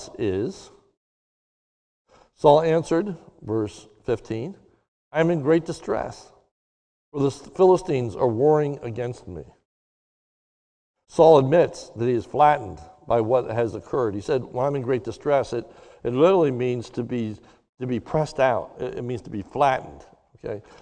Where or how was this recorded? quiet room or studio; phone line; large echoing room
large echoing room